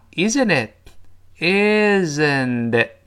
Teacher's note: 中间字母 t 浊化成 d,最后字母 t 失去爆破